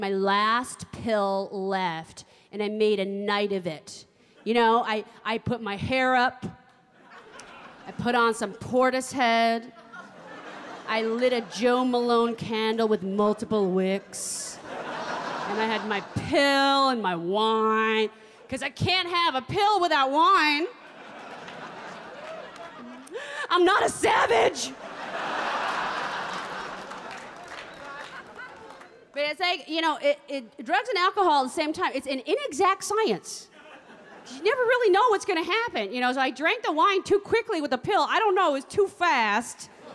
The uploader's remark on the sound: performs in front of a live audience